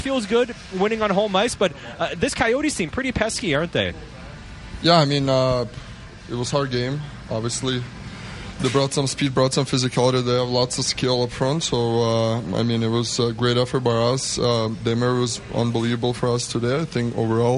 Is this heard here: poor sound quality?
no